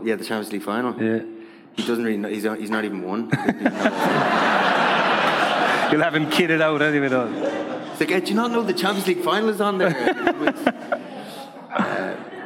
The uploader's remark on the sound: LIVE in Dublin